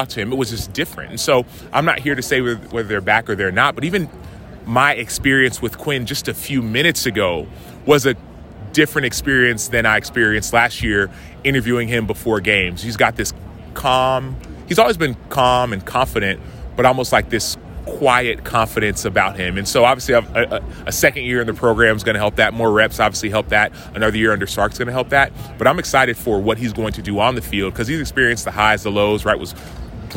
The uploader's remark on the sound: LIVE from Big 12 Football Media Days. Heartland College Sports is AT Big 12 Football Media Days.